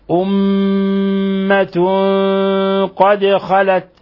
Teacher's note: أمة ميم مشددة، الحكم التجويدي حرف غنة مشدد يغن مقدار حركتين، ونلاحظ إطباق الشفتين